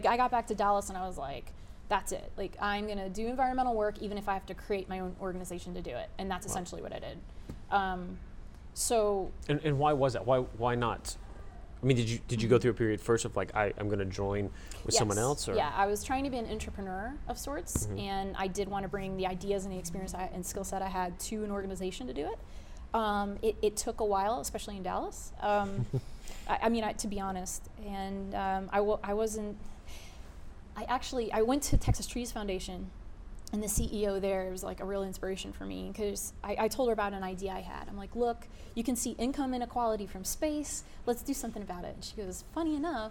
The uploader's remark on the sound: This interview was done at The Grove in Dallas, TX during Startup Week in Dallas this year. In front of a live audience at that beautiful co-working space.